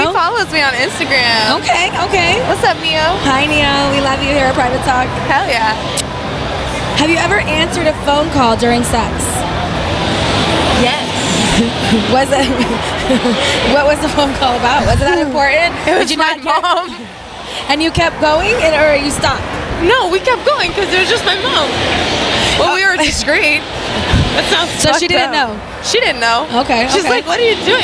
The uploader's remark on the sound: recorded during Exxotica convention